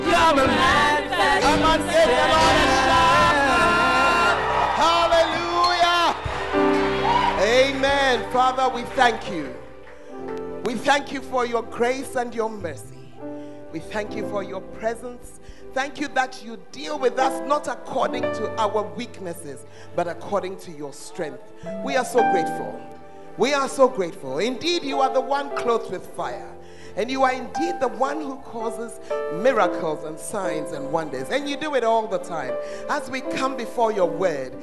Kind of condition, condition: setting, large echoing room